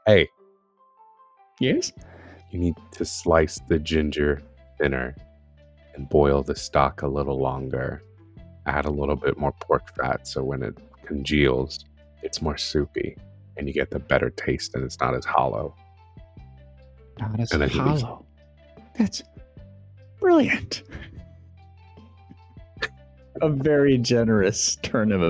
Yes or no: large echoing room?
no